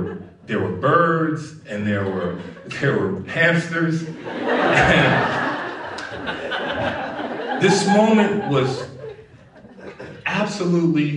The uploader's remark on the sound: at Snap LIVE in DC